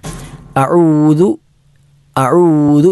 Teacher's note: ദു എന്നത് നാവിൻ്റെ അഗ്രം മുകളിലെ പല്ലിൻ്റെ അഗ്രത്തിലേക്ക് സ്പർശിച്ചോ സ്പർശിച്ചില്ല എന്ന രൂപത്തിൽ വരുന്ന അങ്ങനെ ഉച്ചരിക്കേണ്ട അക്ഷരമാണ്